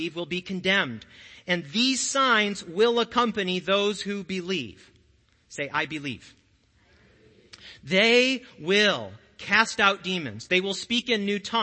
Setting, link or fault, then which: setting, large echoing room